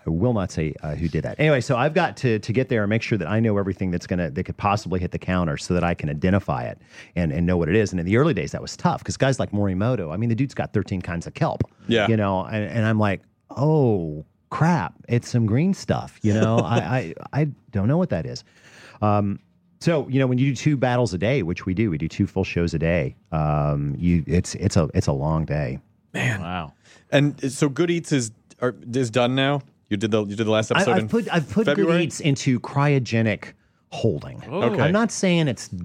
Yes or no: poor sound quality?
no